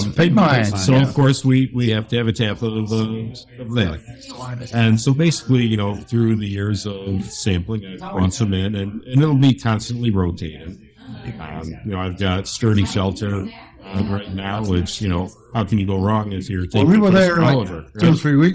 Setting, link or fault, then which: setting, busy venue